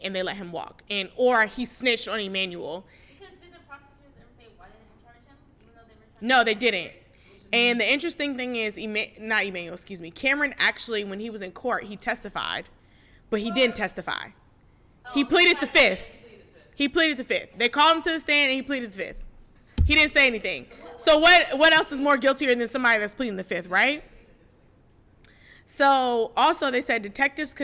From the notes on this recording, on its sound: This episode was recorded with a live audience, so the theories, new voices, and energy flowed the entire time.